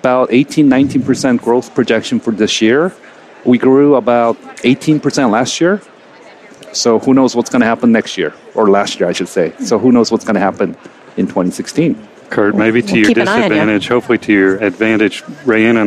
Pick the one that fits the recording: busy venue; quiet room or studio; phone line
busy venue